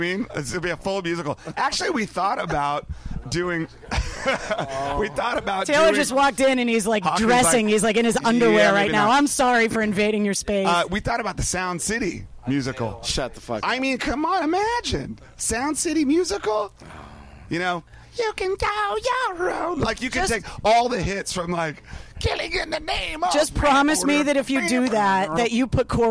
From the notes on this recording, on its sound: From backstage at Fenway Park in Boston in the summer of 2015.